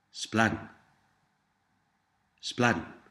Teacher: Did you notice the short D sound before the N at the end of the word?